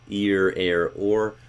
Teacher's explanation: Typically in North America, we hear that with some rhoticity on the end of it